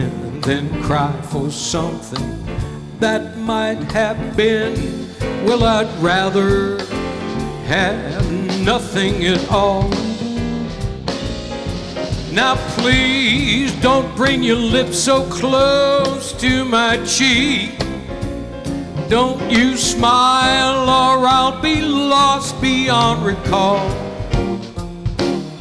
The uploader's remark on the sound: Live at the South Point Casino